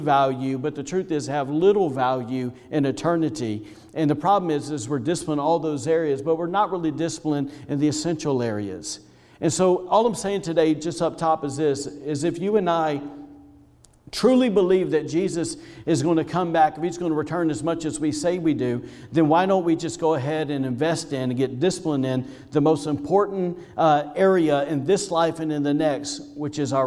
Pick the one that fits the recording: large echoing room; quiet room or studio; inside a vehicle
large echoing room